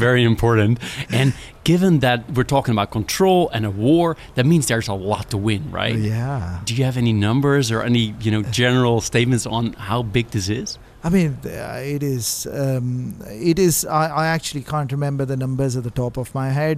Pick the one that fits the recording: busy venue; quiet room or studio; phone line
busy venue